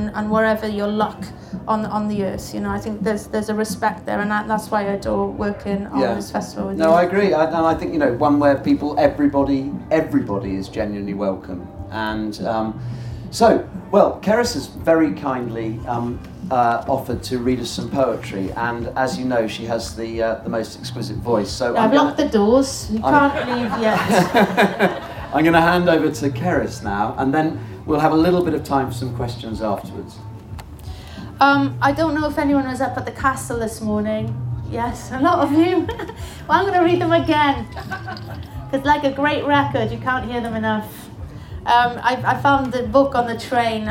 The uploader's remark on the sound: In front of several hundred people at The Good Life Experience 2017. The audience join them in a sing-along.